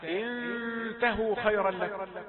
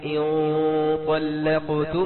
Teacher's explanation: جميل أنك أتيت بالغنة مفخمة في قوله تعالى إن طلقتم هذه لابد أن يعني ننتبه إليها، لكن إذا جاء بعدها تاء انتهوا خيرا لك، انتهوا غنة رقيقة دخلت على التاء، لكن هذه غنة مفخمة داخلة على الطاء